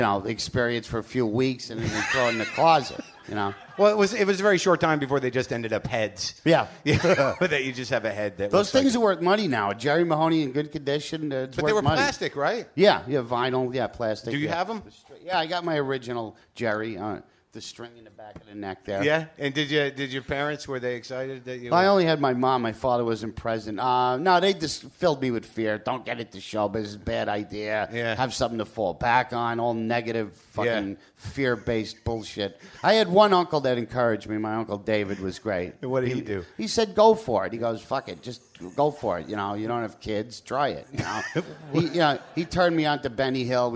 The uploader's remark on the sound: Live from Brooklyn, NY